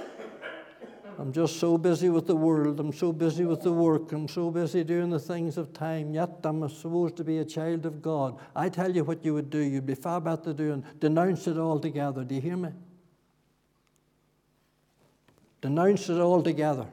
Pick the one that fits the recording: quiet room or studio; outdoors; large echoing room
large echoing room